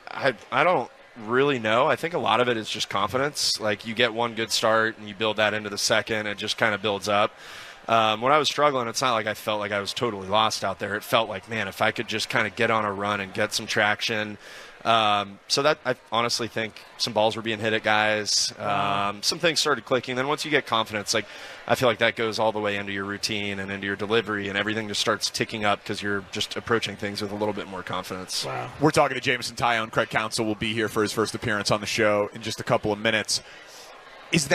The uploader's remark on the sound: live at Cubs Con